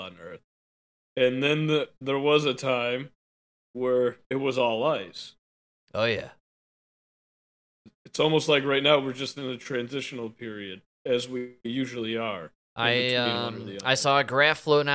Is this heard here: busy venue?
no